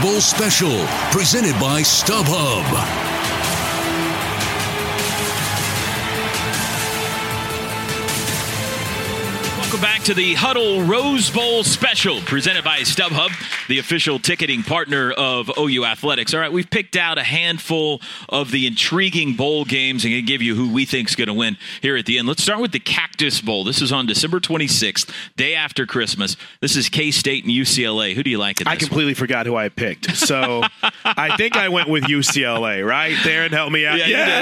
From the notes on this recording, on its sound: The podcast version of the LIVE show from Rudy's.